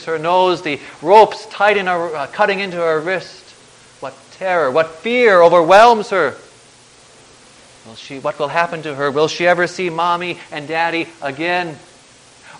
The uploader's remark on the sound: Preached on January 3, 2010, for the Second Sunday after Christmas, at St. John's Ev.